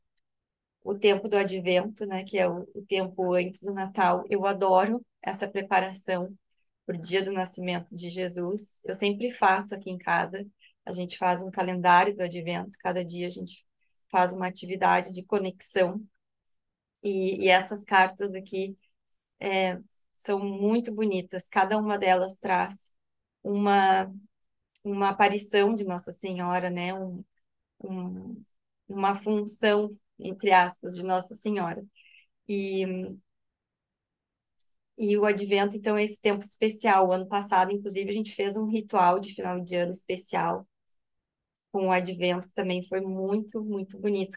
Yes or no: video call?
yes